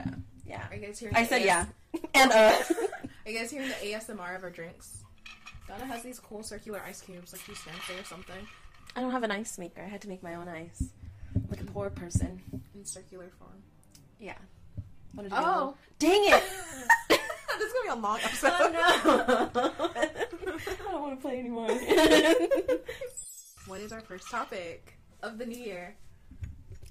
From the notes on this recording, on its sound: We apologize about the weird sound in advance. Stop fidgeting with her mic.